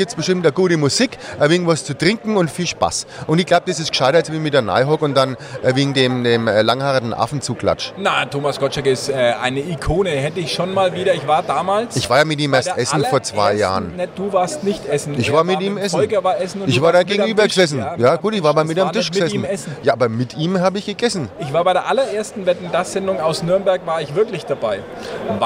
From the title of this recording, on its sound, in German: Die Stadtgrenzler live auf der Consumenta